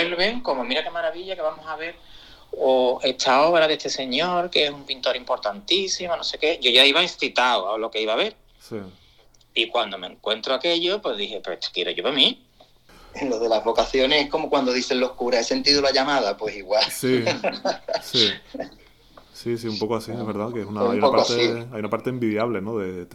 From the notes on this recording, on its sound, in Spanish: Entre París y Sevilla, charla telefónica